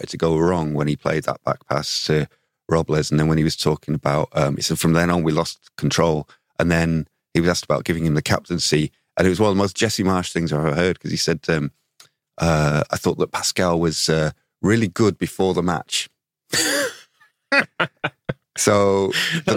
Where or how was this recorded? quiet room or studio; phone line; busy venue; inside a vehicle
quiet room or studio